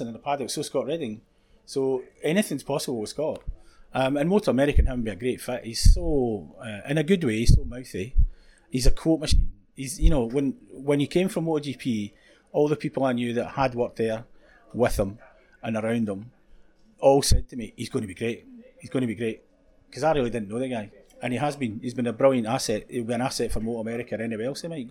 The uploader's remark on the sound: Today's show was recorded in the Isle of Man TT media centre and as a result the sound is not perfect.